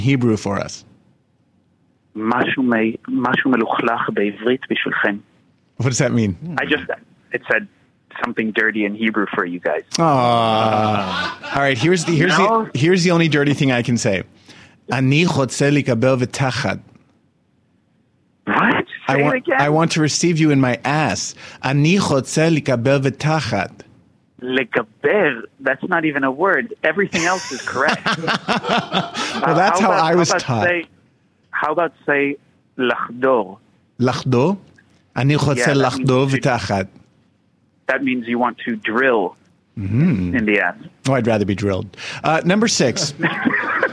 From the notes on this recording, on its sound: surprises everyone with a live phone call!